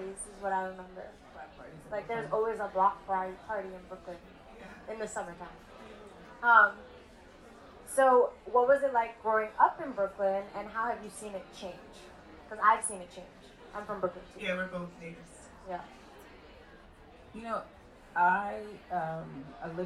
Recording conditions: background noise